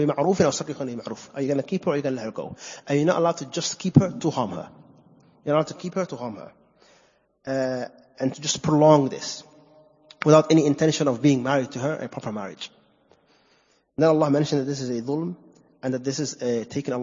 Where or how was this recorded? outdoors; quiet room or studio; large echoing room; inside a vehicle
large echoing room